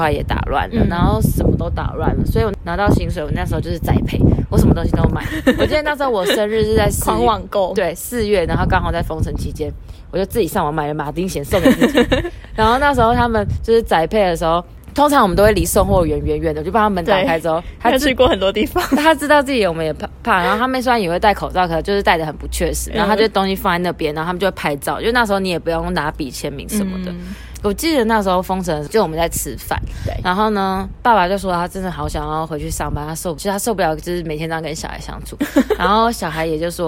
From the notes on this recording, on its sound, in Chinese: 充滿風聲的法國封城記。這次我們在屋頂邊曬太陽邊錄音。沒想到風聲超級大。